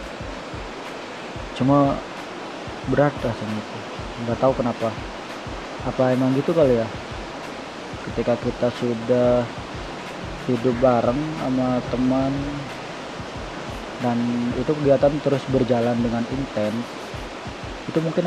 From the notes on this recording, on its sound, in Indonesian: Btw ini direcord berbarengan sama turunnya hujan.